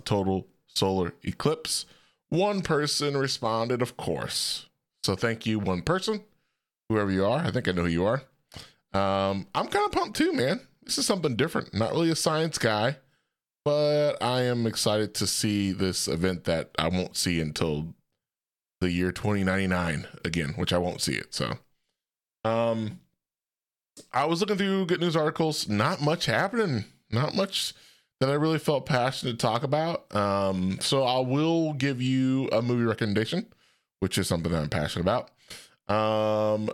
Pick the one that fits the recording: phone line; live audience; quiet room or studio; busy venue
quiet room or studio